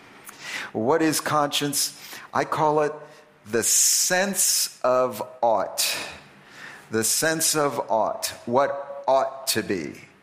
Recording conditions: large echoing room